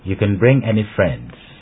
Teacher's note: Note that any is not given special stress. · Term: normal stress